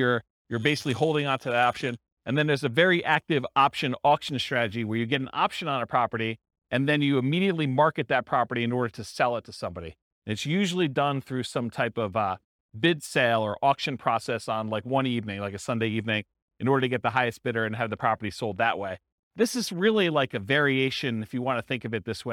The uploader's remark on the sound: This was a live class recorded